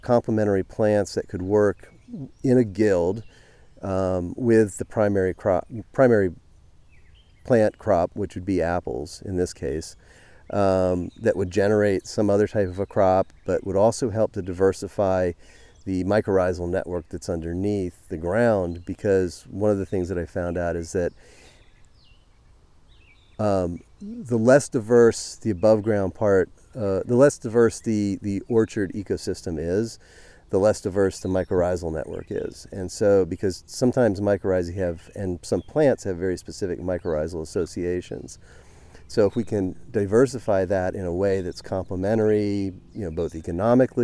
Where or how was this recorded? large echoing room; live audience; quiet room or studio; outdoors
outdoors